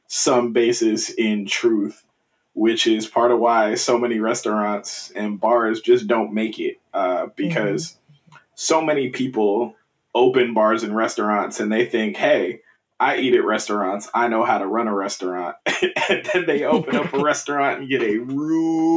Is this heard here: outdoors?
no